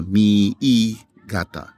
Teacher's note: And what you do in Japanese is the E sound, you have to pronounce, you have two I's, and those are pronounced with an E sound, so you have to double it.